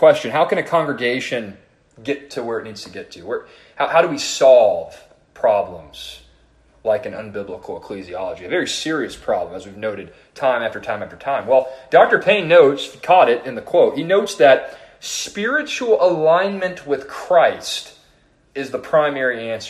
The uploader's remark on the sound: This sermon was preached to the youth and adult leaders at First Baptist Church-Edna.